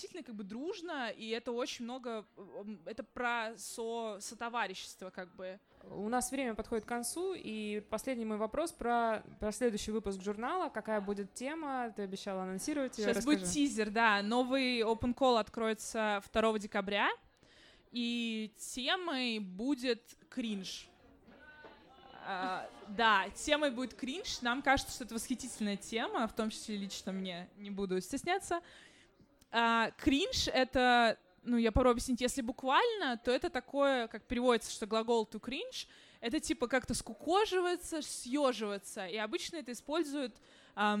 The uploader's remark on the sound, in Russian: Открытая запись подкаста «Горячая ультрасовременность» о тонком литературном журнале «Незнание» прошла на трехлетии курсов WLAG (Write Like a Grrrl)в баре «Ровесник» (Москва).